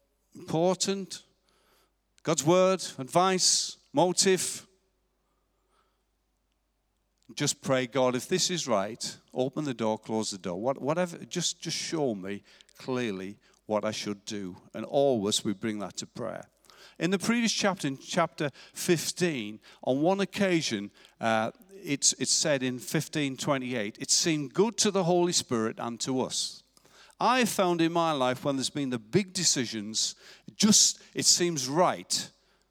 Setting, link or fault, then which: setting, large echoing room